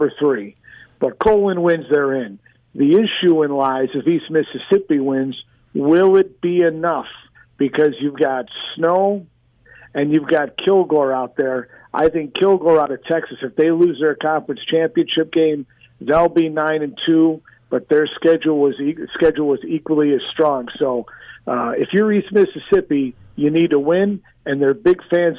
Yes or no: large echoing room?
no